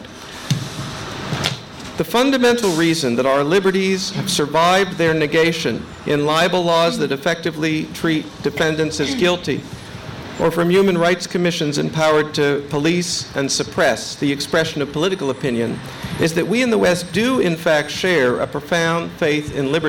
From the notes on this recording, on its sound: a conference held by The New Criterion and the Foundation for Defense of Democracies